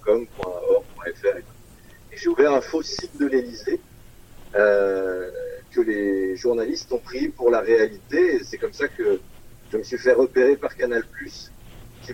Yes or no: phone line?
yes